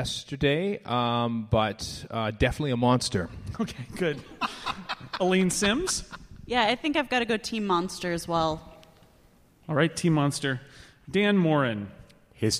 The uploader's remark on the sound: Live from the Now Hear This podcast festival in Anaheim